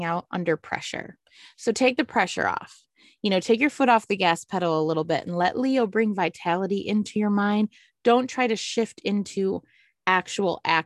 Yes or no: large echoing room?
no